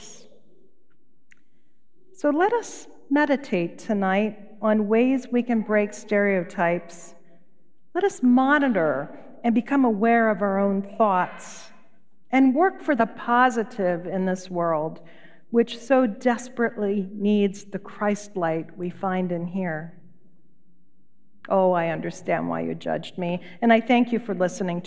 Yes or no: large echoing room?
yes